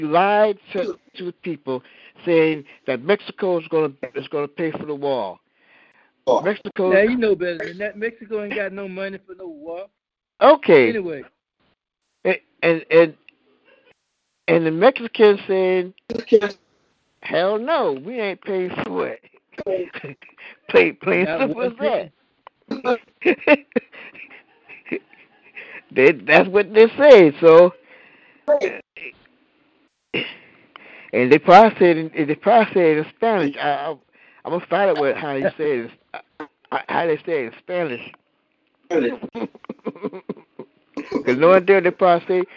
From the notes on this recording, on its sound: Your phone calls all tonight